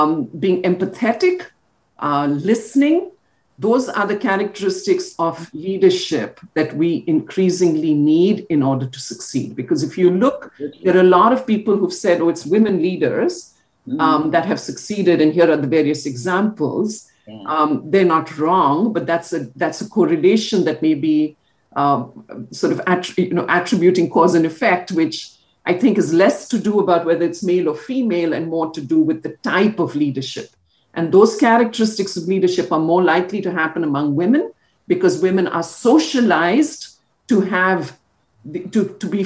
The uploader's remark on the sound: This is a zoom recording